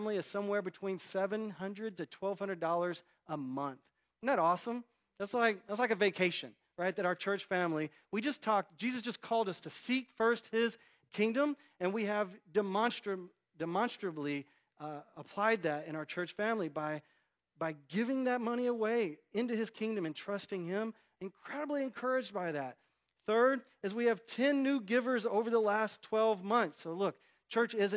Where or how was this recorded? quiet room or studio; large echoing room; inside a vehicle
large echoing room